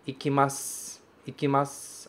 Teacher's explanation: Esse u não é pronunciado como u. Ele some, ele deixa lá, fica só, assim, sutilmente a ideia de que um dia ele esteve ali.